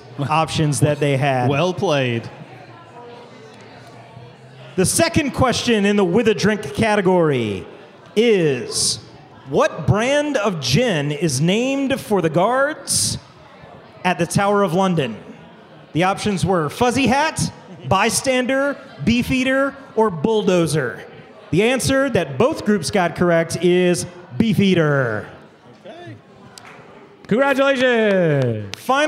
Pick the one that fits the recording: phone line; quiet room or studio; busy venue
busy venue